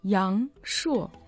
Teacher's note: Ян произносится во втором тоне, а шо в четвертом тоне.